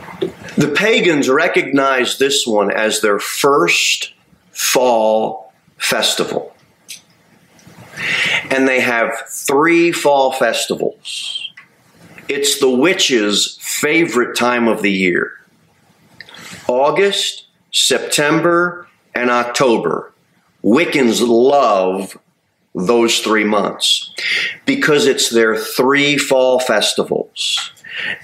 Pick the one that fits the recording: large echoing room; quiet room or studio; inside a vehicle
large echoing room